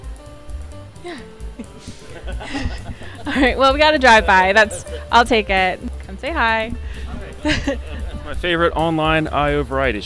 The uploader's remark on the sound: Live from SIOP. IO-on-the-street interviews at SIOP 2022, live from Seattle, Washington!